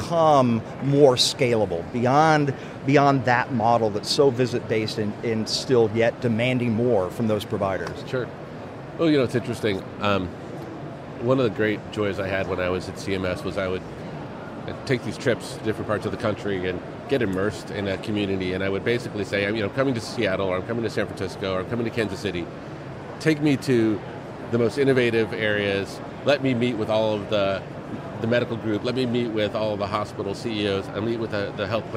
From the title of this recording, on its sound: LIVE from #HiMSS17